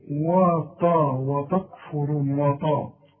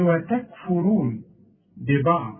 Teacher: الواو دائما و التاء تاء مش طاء · Shown in: second take